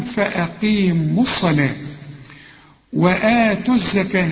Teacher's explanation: تلاقيها بدون تشكيل أهي، واللام برضو بدون تشكيل، وفي ألفين، ألف مرسومة بتكتب ولا تنطق، مرسوم عليها خمسة مدورة اسمها حرف علة، وفي ألف مرسوم عليها راس الصاد ده اسمها همزة الوصل، بتلغي الواو وبتلغي الألف دي وبتلغي الألف التانية، ده عند الوصل